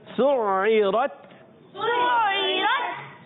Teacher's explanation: را پر زبر آنے کی وجہ سے پر رہے گا، آخر میں تا ساکن ہے اور اس کو ہم نے ساکن رکھنا ہے، اور اچھے طریقے سے آواز آئے گی.